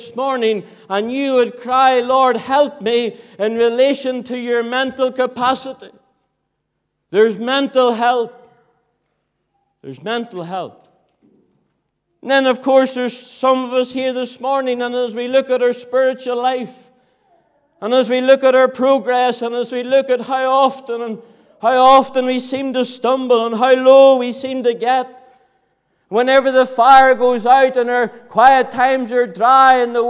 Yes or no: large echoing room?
yes